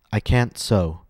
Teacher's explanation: Others will be negative, can't. I'm not going to aspirate my T's. I'm going to use the American glottal stop.